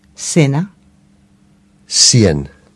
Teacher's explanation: latinalaisessa Amerikassa ja tietyissä osissa manner-espanjaa C tässä tapauksessa äänetäänkin kuten S-kirjain, eli sena, sien.